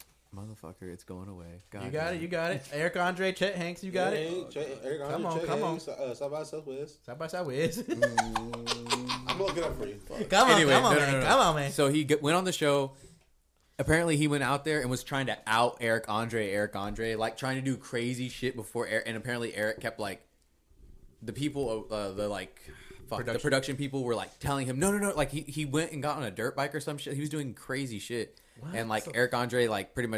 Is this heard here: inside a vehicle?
no